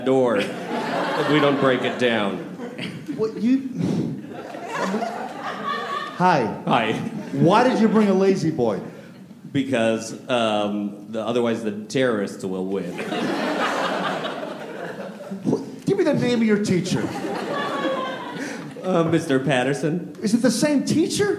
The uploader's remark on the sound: Recorded Live at UCB Sunset. With a live show at the UCB Sunset Theater in Los Angeles!